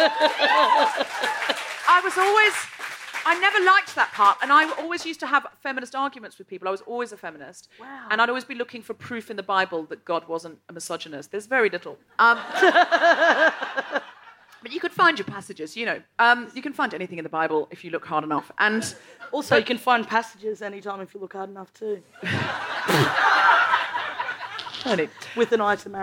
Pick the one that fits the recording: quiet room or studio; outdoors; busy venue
busy venue